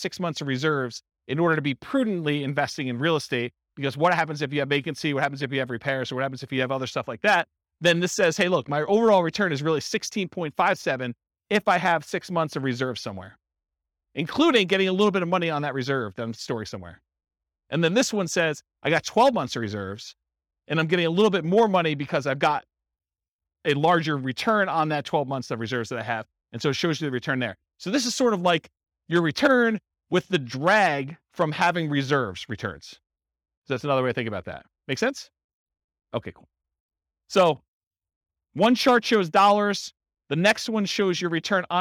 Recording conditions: live audience